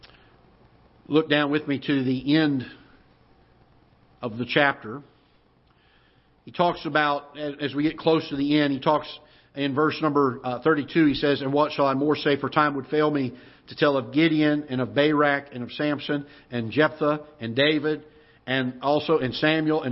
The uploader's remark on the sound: Ketha Heights Baptist Church ~ Live Broadcast.